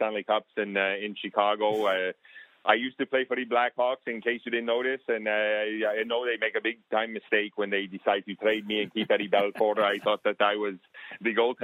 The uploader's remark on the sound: Mystery phone call